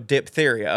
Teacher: we don't pronounce the H after the P, so diphtheria, okay.